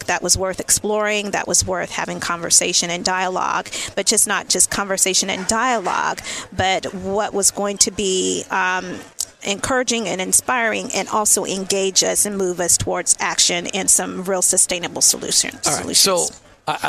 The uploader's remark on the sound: LIVE from Chicago at the Faith at Work Summit